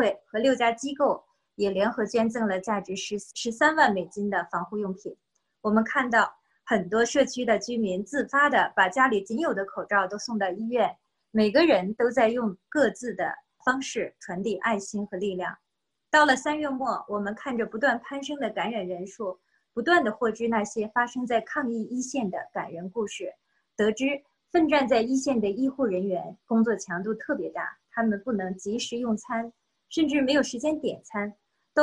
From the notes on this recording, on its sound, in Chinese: 西雅图“爱心午餐”新闻发布会。这是4月13日我在线上主持的一场新闻发布会的录音。